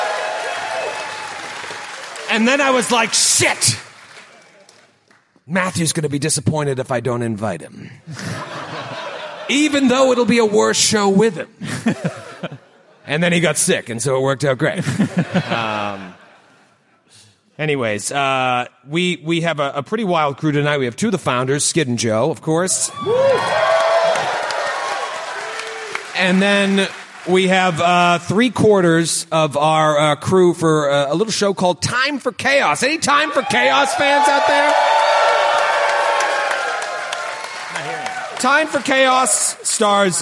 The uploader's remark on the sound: Live! | The Athenaeum | Indianapolis. The Glass Cannon Network took over the Athenaeum Theatre in Indianapolis during Gen Con 2023 for a wild night of 1920s Lovecraftian horror!